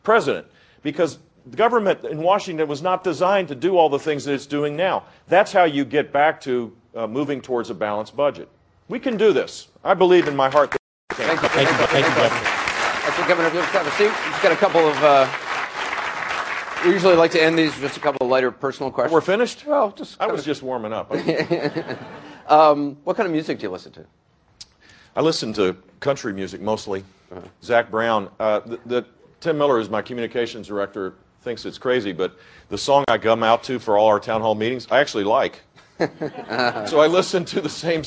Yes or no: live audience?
yes